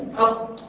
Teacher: أنا بقفل أهو في أقصى لسان أق، في حتة بتتك عليه الصوت بينحبس عندها · Term: مخرج محقق